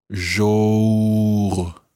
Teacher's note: thinking of saying jour, as in rhyming with more, and then rounding your lips